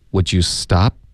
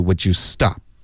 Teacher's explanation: 这是一个疑问句，在我们的重音音节呢，应该是往上飘的 · Shown in: first take